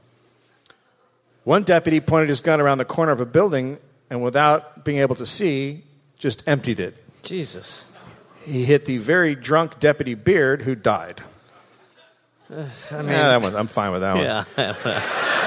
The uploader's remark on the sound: (Live)